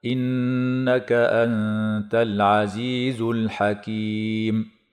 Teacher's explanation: إنك، النون هنا مشددة فحكمها الغنة بمقدار حركتين. أنت إخفاء حقيقي لوقوع النون الساكنة قبل التاء مع مراعاة الغنة مرققة